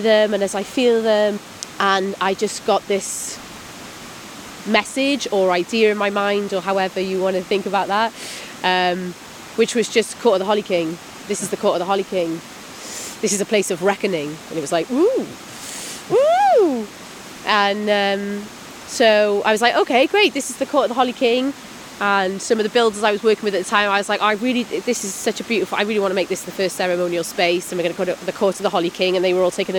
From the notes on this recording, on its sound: We walk and talk in the countryside. For our first wander we're in a wooded Welsh valley.